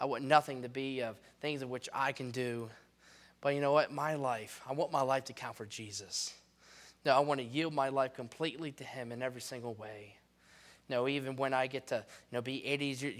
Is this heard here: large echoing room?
yes